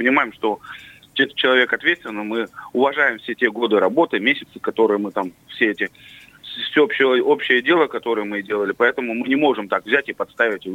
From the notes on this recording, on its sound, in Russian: По телефону